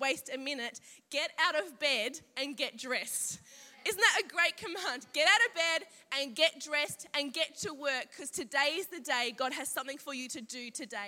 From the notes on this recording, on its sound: Saturday morning message from Confidence Women's Conference 2019.